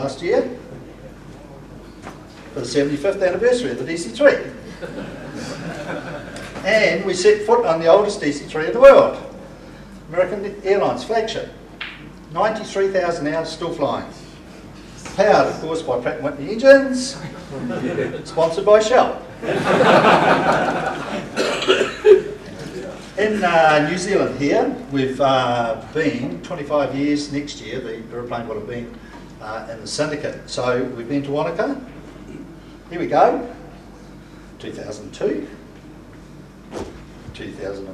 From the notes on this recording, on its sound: At the Cambridge Club, in Cambridge at the Wings Over New Zealand Aviation Forum’s annual gathering.